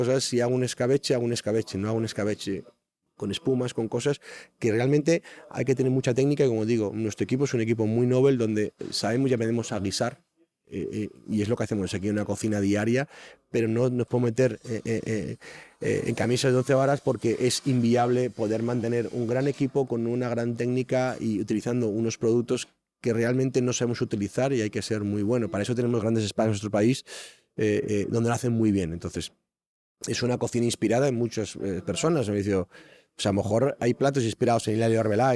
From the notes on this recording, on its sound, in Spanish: hemos tenido el lujo de haber grabado este podcast en su increíble restaurante Ovillo